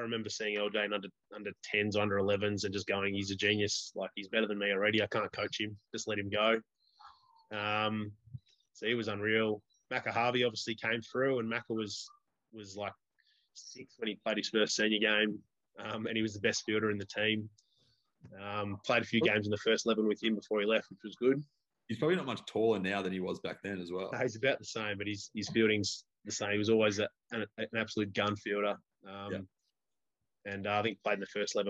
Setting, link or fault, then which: link, video call